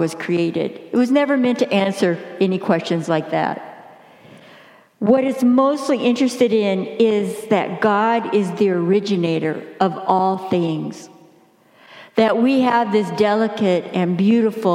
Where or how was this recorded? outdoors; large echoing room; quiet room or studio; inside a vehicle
large echoing room